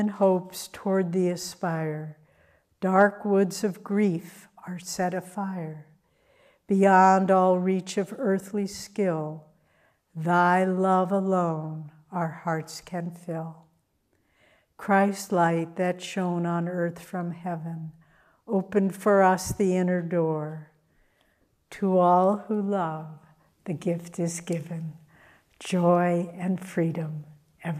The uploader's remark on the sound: Sunday Service talk. Recorded at Ananda Village on June 11th 2023.